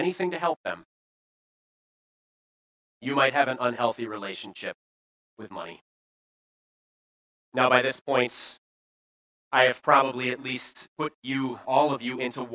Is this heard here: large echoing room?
yes